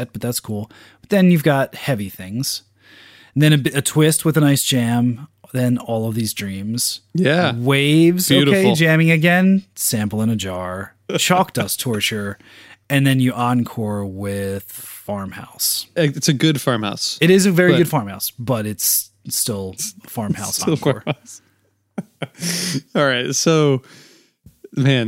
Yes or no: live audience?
no